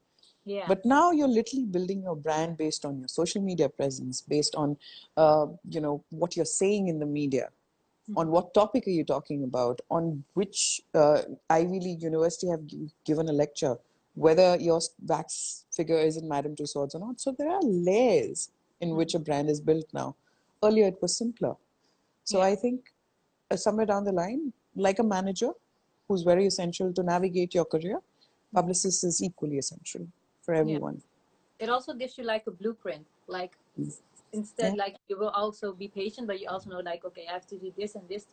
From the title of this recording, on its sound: Instagram Live